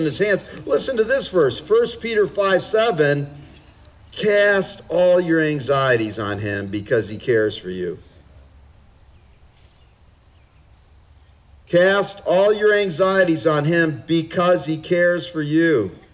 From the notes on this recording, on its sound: Father's Day Outdoor Service. This was an outdoor service, so please forgive some of the audio quality flaws.